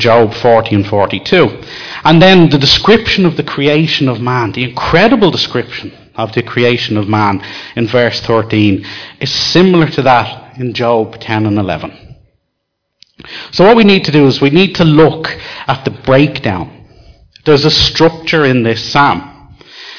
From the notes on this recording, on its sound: Recorded live in Liberty Church on 14th July 2019